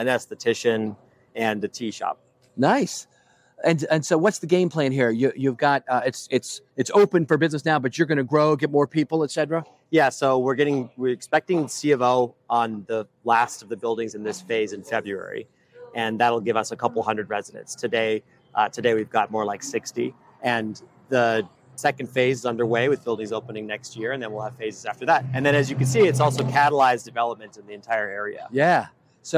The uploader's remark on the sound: While riding the LRT and streetcars